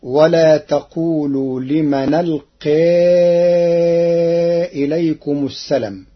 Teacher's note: قرأ ورش كلمة السلام بحذف الألف بعد اللام